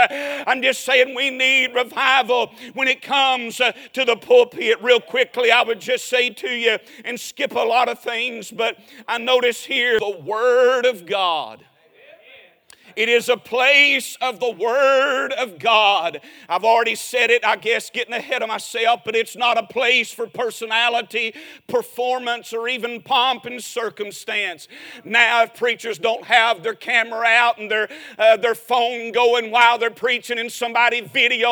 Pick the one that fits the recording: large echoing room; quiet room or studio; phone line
large echoing room